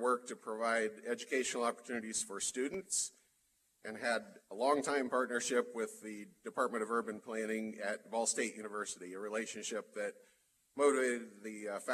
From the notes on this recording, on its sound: Live at the State of The City for The City of Muncie.